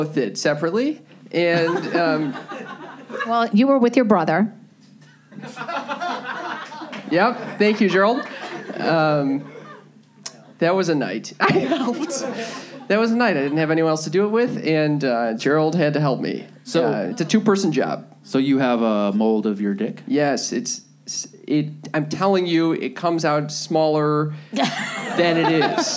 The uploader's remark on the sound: Recorded live at the Hollywood Improv.